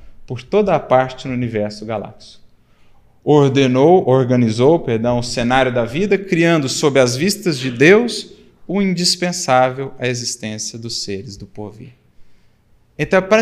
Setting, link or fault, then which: setting, large echoing room